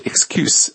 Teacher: 所以这个发音是 excuse,最后那个 S 是发的清辅音是 s